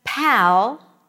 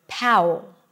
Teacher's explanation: an L that appears at the end of a word is pronounced as a W · Shown in: second take · So instead of an L, in this case, a dark L, because that's how you pronounce the L in American English, Brazilian Portuguese speakers may pronounce it as O.